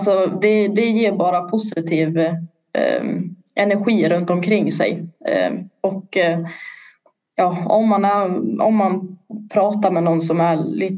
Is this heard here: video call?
yes